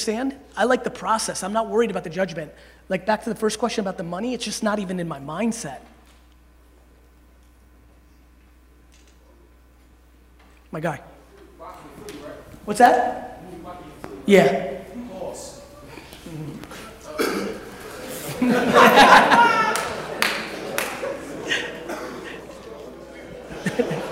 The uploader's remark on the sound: Speech to Alabama Football Team. Keynote.